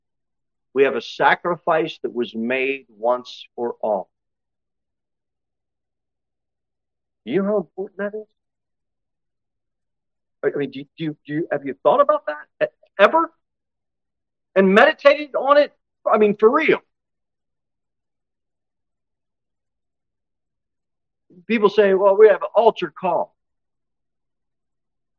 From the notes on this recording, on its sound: Sermon delivered at Pilgrim Baptist Church. Cookeville, TN 38501.